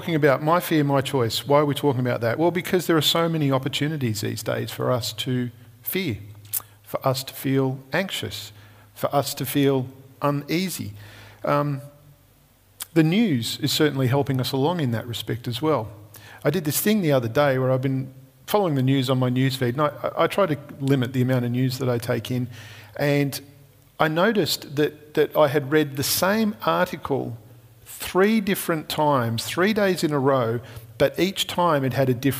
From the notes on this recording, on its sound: Recorded at Restore Church on September 6th, 2021